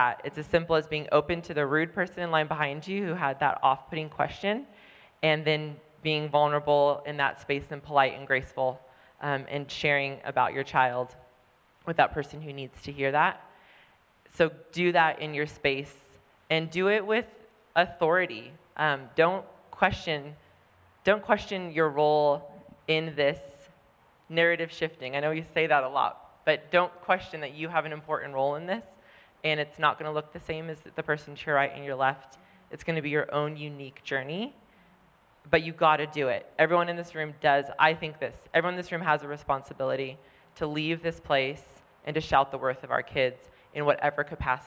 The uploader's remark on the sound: LIVE from Dear Mom, Conference Utah. Coming at you LIVE from Orem, Utah. Take the stage at Dear Mom Conference!